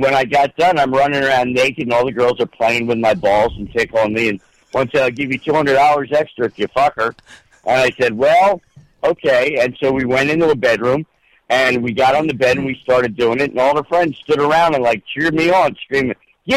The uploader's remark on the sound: Friends & family call in a Happy B-Day.